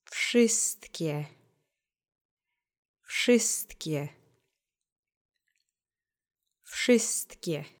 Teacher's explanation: You have the W at the beginning of the word, but as we talked about before, when you're squishing so many consonants together, especially in the beginning of a word, the V becomes a F very often in speech